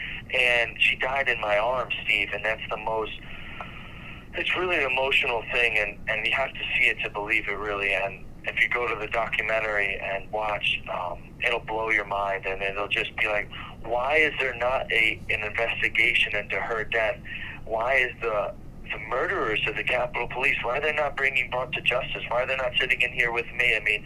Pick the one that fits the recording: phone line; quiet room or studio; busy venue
phone line